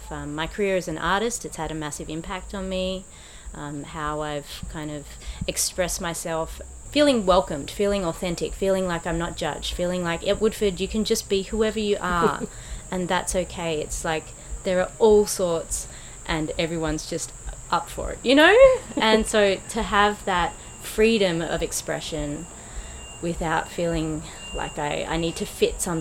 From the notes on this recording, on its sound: from the streets of the Woodford Folk Festival